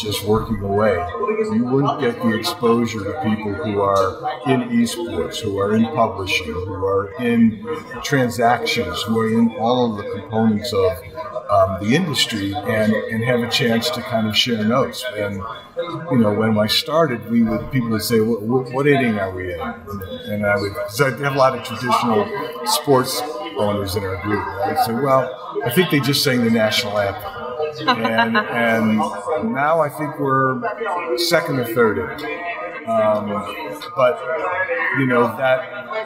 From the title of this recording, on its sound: Live From EsportsNext